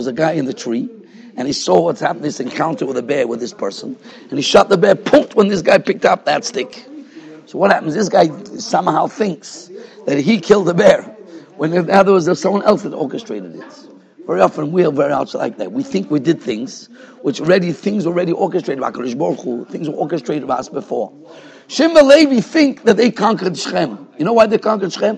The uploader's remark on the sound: Shiur recorded in Yeshivas Ohr Reuven, Monsey, NY. Shiur given to Bais Medrash.